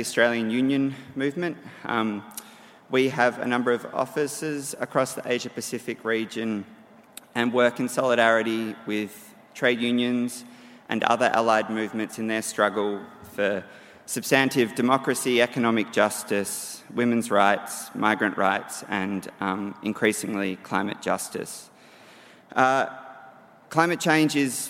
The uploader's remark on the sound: Environmental Justice 2017 Conference Keynote. From the 'Environmental Justice 2017' Conference, held at the University of Sydney.